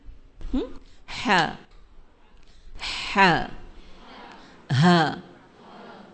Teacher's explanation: اور ہا وسط حلق سے عین کے ساتھ سے نکلتا ہے